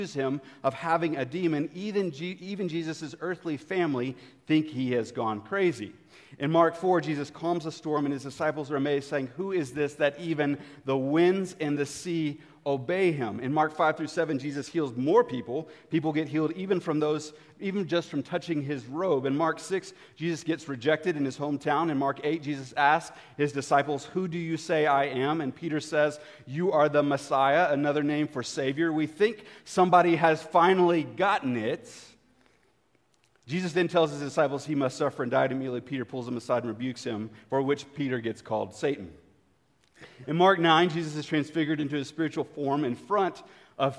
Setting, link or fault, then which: setting, live audience